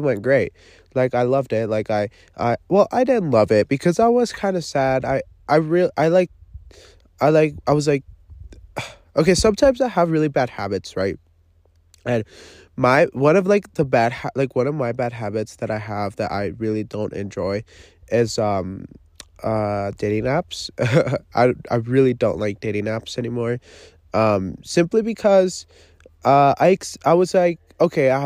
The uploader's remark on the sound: Live from the forest. I am camping alone.